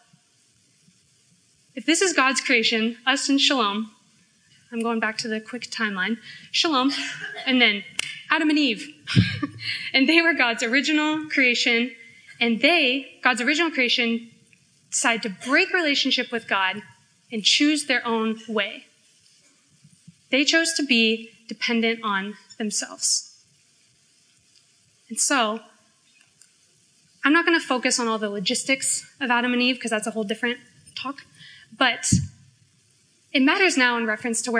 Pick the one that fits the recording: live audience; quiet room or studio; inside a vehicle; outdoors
live audience